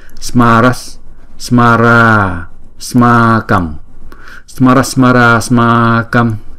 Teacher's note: hai chữ a này chúng ta đọc giống như là một chữ a dài đó